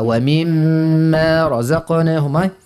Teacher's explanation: شد شوية في الميم المشدة معها الغنة، اعطيها حقها